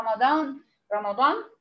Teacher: اقصى اللسان يطلع في راء وبعدين ينزل في الميم وبعدين اطباق في الضاد وبعدين في الالف عشان الالف مفخمه تابعه لحرف الضاد، تمام؟